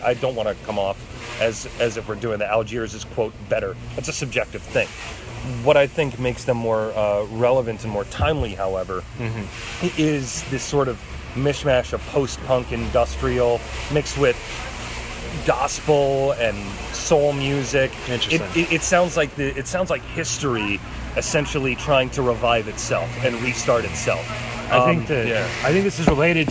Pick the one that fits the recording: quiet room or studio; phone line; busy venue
busy venue